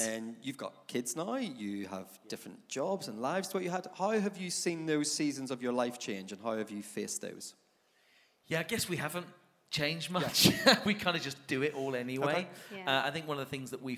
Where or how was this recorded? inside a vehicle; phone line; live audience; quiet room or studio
live audience